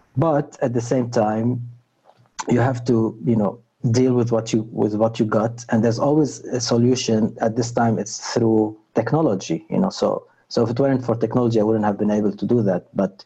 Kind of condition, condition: link, video call